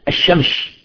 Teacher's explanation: بعض الأماكن سمعت أنهم يلفظونها الشمش بالشين